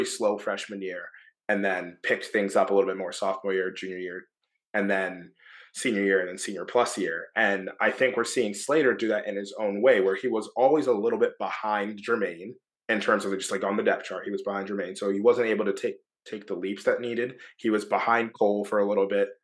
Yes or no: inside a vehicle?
no